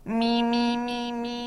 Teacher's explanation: I'm making my voice as nasally as possible. So I'm only using my resonance in my nose, and then I adjust it until it sounds normal.